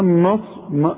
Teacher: نون ساكنة وبعدها نون ادغام · Term: ادغام بغنة